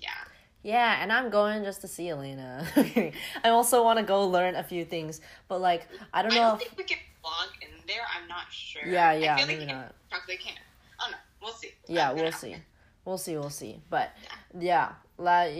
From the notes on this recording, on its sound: apologies for the background noises/technically difficulties